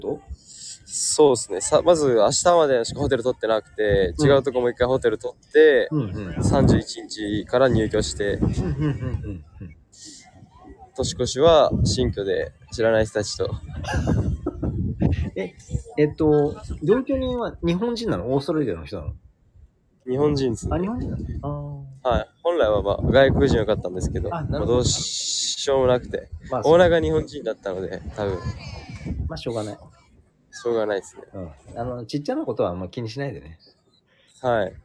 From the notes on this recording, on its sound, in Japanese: メルボルンの年末モードを街中からつたえる。臨場感たっぷりに収録しました。